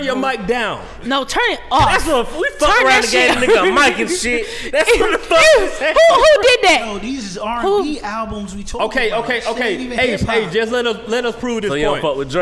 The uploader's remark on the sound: Live at The Masquerade Atlanta on April 12th.